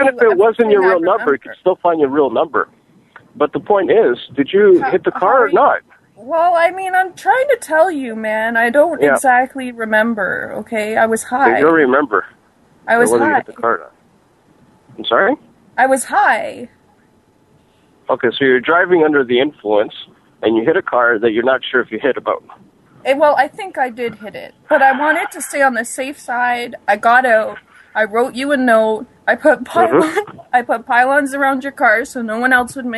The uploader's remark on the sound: Prank Phone Calls Collection